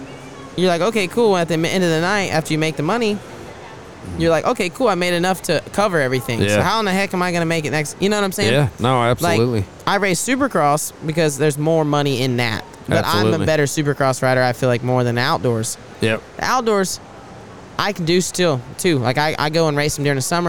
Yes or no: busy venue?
yes